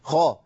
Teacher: الخاء هنا حرف مفخم في أعلى مراتب التفخيم